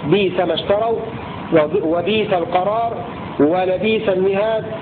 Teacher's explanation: حيثما وردت في القرآن، يرويانها بياء مدية